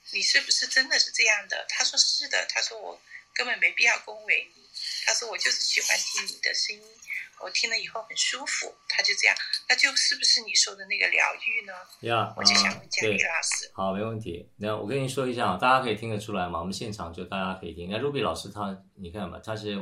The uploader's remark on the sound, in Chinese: 於clubhouse上演說並現場錄音。現場錄音，原先只存檔用並無公開，音質上請多多包涵。